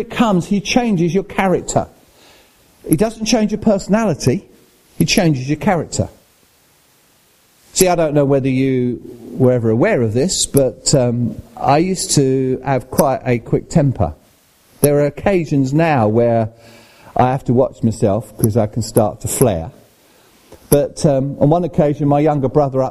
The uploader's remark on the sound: at Rayleigh Elim Pentecostal Church.